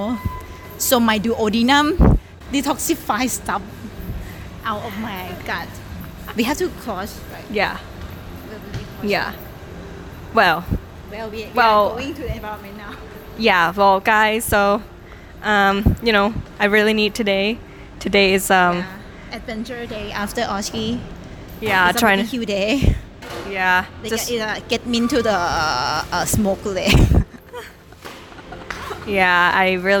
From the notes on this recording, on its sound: Live from BBQ table